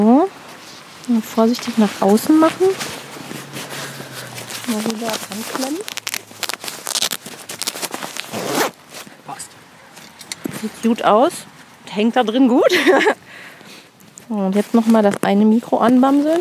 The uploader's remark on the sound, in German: auf einer 20 Meter hohen Eiche